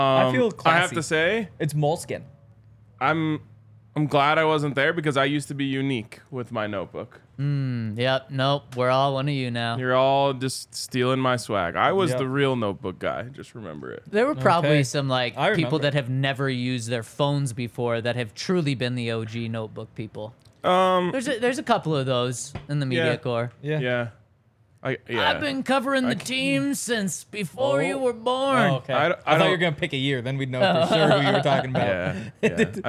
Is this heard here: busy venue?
yes